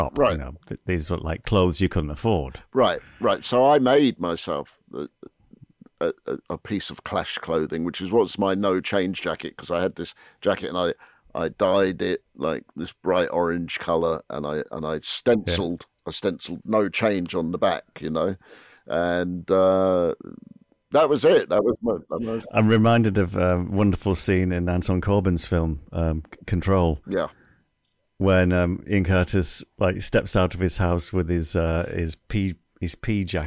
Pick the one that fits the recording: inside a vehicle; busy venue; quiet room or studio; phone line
quiet room or studio